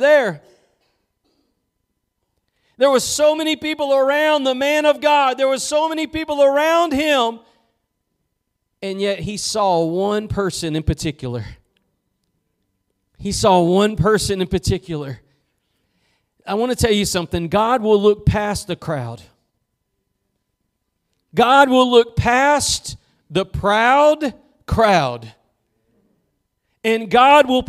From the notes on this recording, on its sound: Preached at Gospel Lighthouse in Bossier City, La.